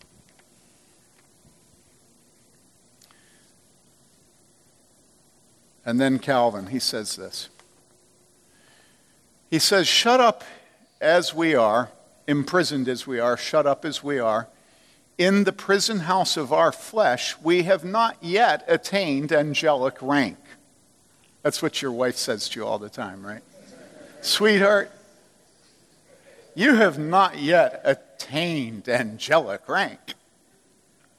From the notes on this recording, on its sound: From the Summer 2015 Clearnote Conference.